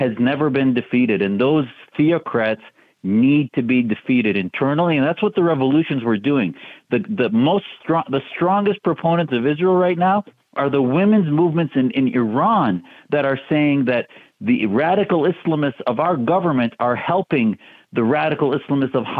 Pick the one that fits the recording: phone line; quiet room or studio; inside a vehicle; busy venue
phone line